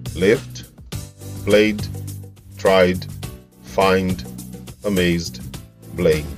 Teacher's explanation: Em todos esses casos, as pregas vocais vibram até o final do som consonantal. · Term: voiced